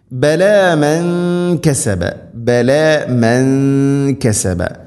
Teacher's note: സാക്കിന നൂന് ശേഷം കാഫ് അവ്യക്തമാക്കി മണിക്കണം · Term: ഇഖ്ഫം ബിഗുന്ന